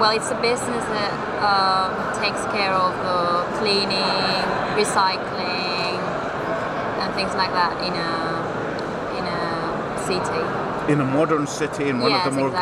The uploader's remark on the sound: We caught up with her at the technology trade show in Spain, where she was working as a hostess and brand representative on the show floor.